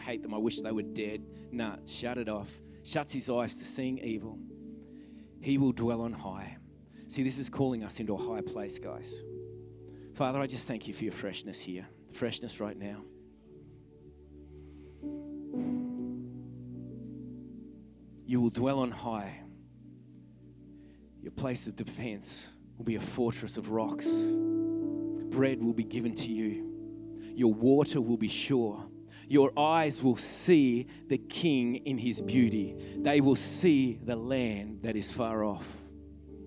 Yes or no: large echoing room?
yes